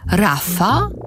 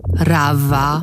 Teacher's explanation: F to jest głoska bezdźwięczna, a w to jest głoska dźwięczna. Przyłóżcie do gardła palce jednej ręki i mówcie w, w, w.